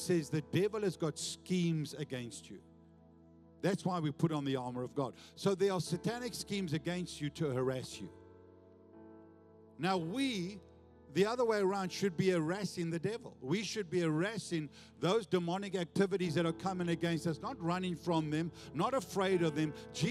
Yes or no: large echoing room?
yes